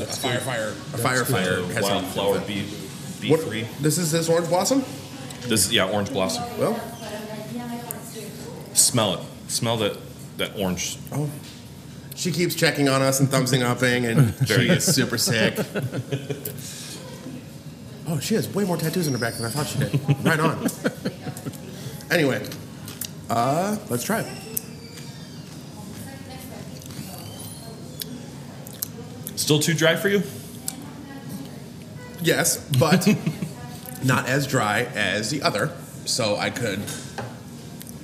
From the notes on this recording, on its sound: Live from Manic Meadery. We wrapped up our third season with an on location tasting at Manic Meadery.